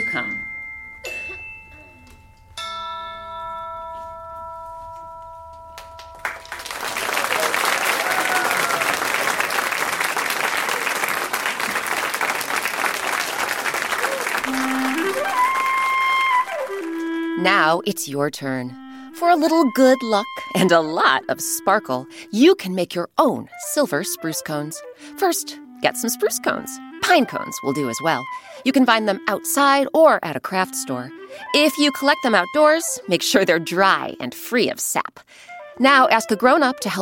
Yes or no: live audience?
yes